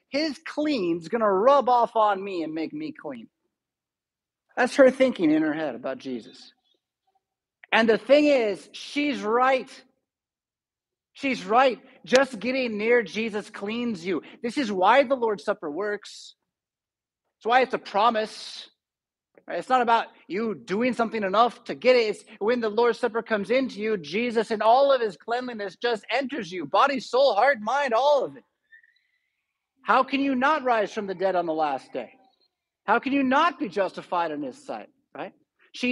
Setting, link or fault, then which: setting, large echoing room